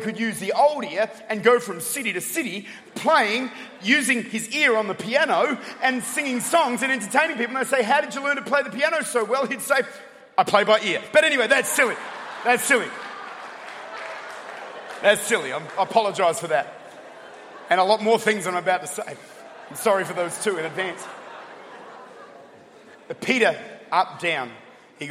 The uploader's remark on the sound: Recorded at The Church at Chapel Hill in Atlanta, Georgia